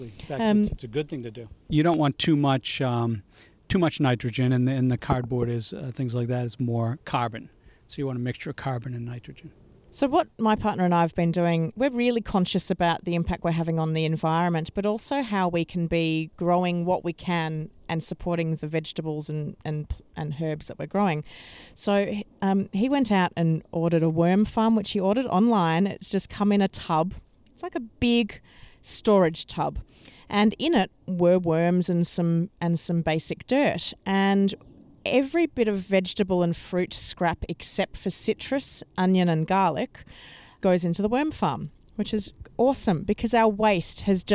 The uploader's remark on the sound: A live podcast recorded in his garden in Boston.